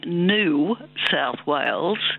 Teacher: it's a process known as yod dropping. So there's a y sound, as you pointed out, in the word new, the way we pronounce it, and that's been dropping out.